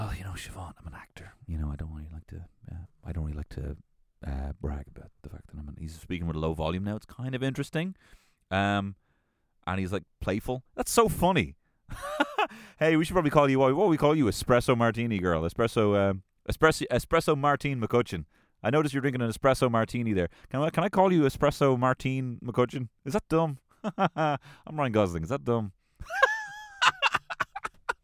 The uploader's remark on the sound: LIVE from my Kia Soul